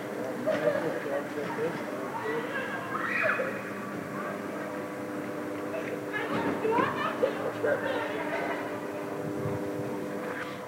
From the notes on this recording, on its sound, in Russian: Вечер, двор. В первой записи гуляю по ереванскому двору.